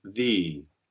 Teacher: it should be pronounced the, with a good closed E